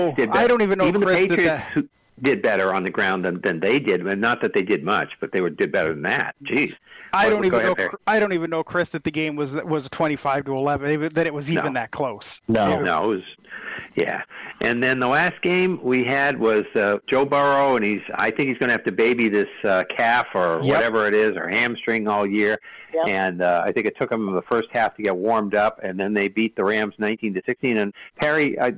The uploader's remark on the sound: take your live calls and questions in realtime